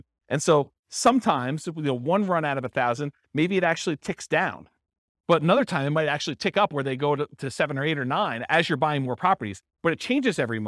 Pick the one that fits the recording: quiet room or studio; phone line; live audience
live audience